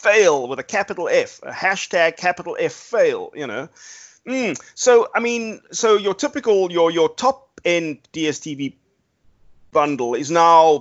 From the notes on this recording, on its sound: Recorded via Skype